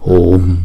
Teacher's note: Hùm, chữ U kéo dài hai nhịp